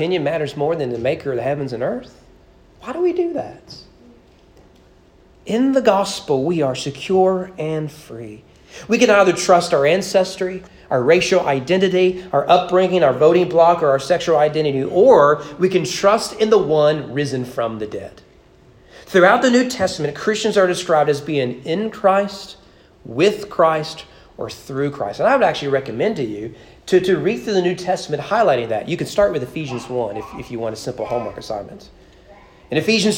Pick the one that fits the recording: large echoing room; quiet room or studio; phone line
large echoing room